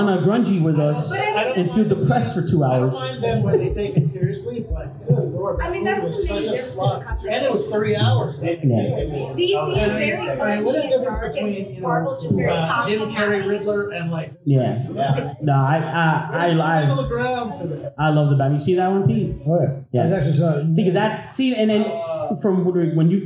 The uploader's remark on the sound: MCU/DCEU Discussion at the Sunrise Comic Con 2022.